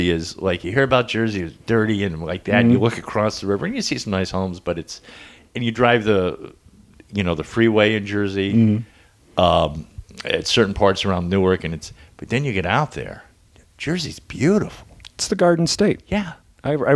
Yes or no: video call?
no